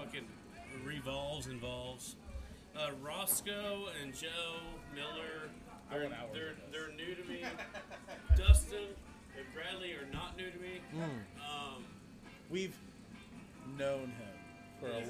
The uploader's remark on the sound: In this epsiode we sit down on the patio at Double D Saloon. Audio was recorrded outside.